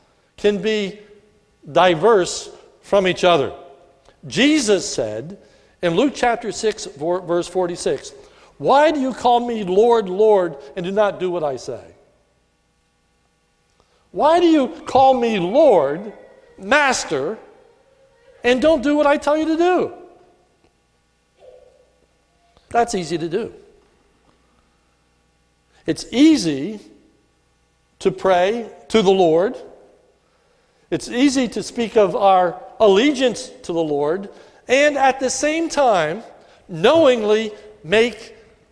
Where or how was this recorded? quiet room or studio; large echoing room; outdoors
large echoing room